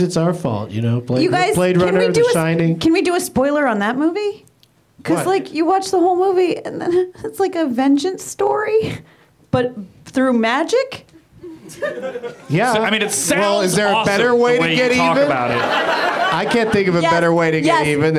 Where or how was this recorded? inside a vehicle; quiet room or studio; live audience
live audience